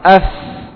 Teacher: Yang pertama hams, mengalir nafas.